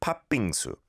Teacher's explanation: There's no separate t sound after the 팥.